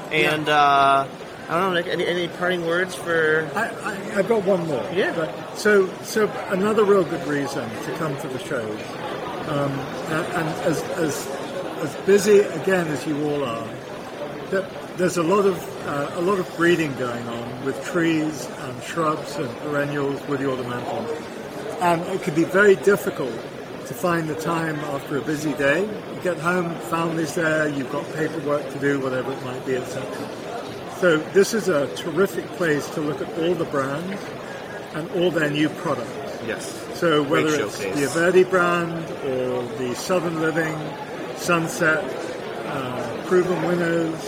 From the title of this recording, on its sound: LIVE from MANTS